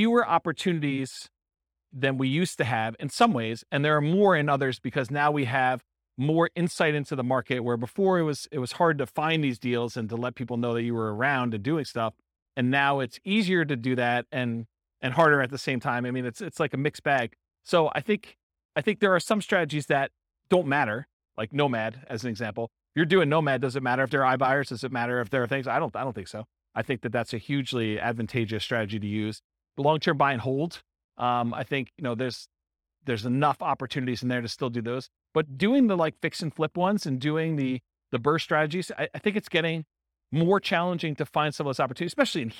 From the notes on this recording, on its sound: Real estate entrepreneurs in Cedar Rapids, Iowa. This was a live class recorded.